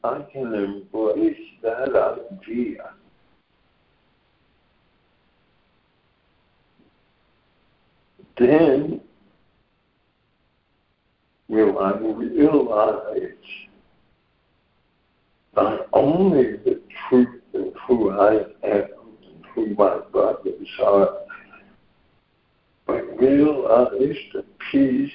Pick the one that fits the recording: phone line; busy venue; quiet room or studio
phone line